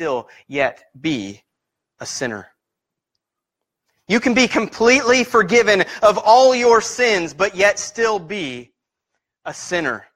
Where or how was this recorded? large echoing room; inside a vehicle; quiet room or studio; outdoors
large echoing room